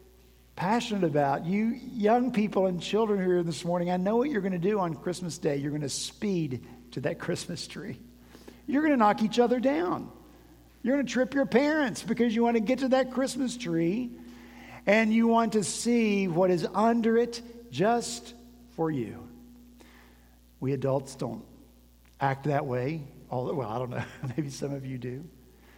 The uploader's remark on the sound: At Redeemer Presbyterian Church in Charleston, SC